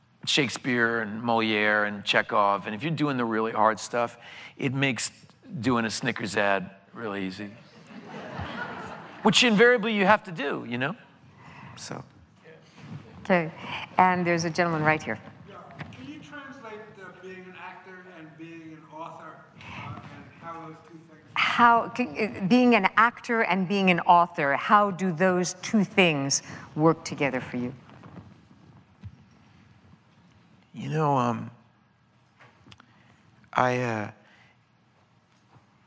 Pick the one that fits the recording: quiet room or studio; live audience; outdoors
live audience